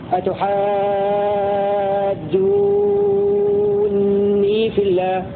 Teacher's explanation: وقرأ الباقون بتشديد النون